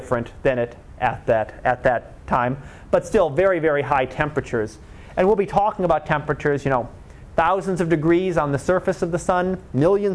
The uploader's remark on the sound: Live Class Lecture.